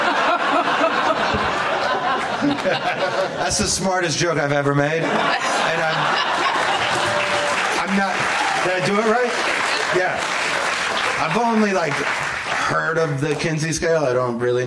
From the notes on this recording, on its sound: Live from the Traverse City Film Festival.